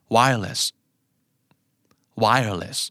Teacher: lessจะไม่ถูกเน้นเพราะฉะนั้นมันจะกลายเป็นเสียงชวา